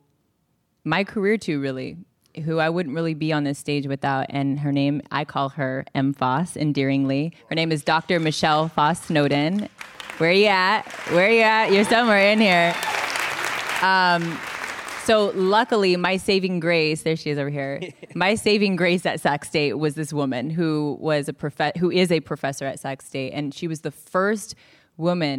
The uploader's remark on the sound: This program was recorded in front of a live audience at The Marines Memorial Theatre in San Francisco on June 18th, 2019.